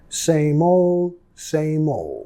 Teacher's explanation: Nota muchas veces la D al final es muy suave o ni lo vamos a pronunciar